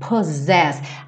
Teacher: A gente vê dois S's, mas tem um som de Z